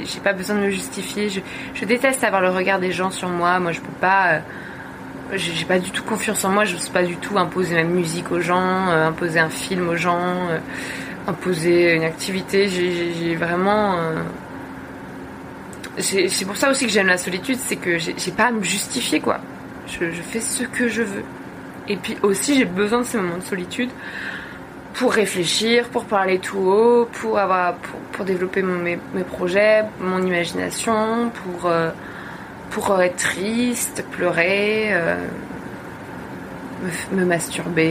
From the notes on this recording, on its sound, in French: Épisode enregistré sur un cargo naviguant dans l'océan Indien